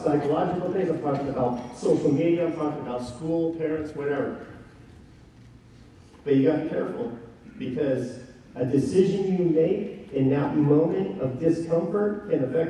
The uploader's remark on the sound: Given at NCYC, Indianapolis,